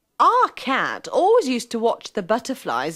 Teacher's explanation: The E and the D of used aren't pronounced, and the O of to is a schwa.